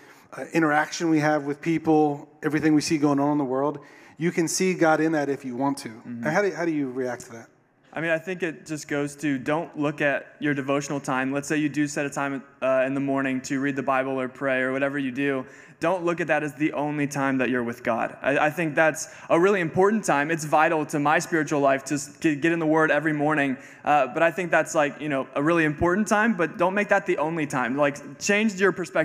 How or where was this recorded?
live audience